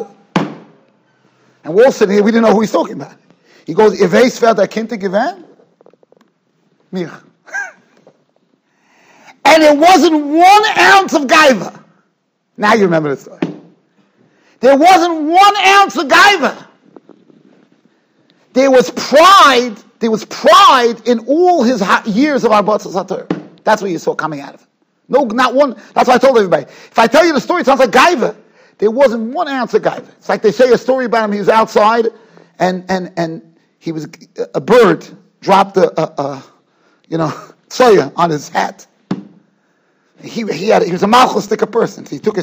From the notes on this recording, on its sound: Shiur recorded in Yeshivas Ohr Reuven, Monsey, NY.